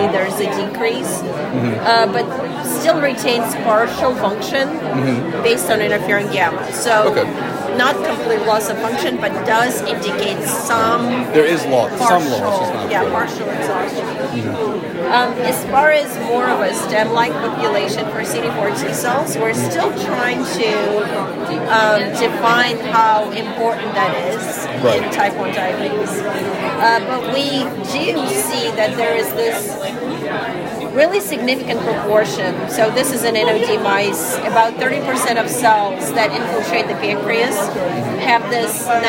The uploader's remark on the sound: Check out "Heard on the Street" recorded during the IDS Paris 2023 Day 1 Poster session.